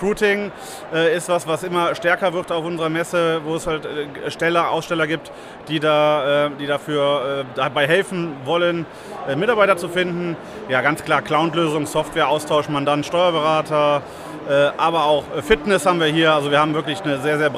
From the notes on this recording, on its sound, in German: Live von der StB EXPO in Köln. Heute machen wir gemeinsam mit Euch mal einen kleinen Ausflug nach Köln und schauen uns auf der StB EXPO um.